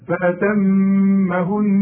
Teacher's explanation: انت لاحظت ان انا اتكيت على الميم وطلعتها، شوف غنيتها